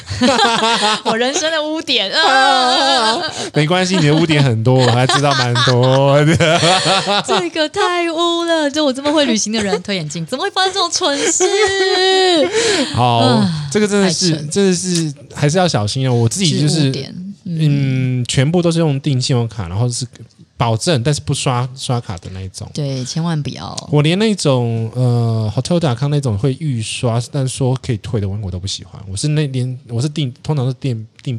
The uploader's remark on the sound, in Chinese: 今天錄音現場在民生社區 在喜室店裡面的櫥窗位置錄音 人來人往的非常害羞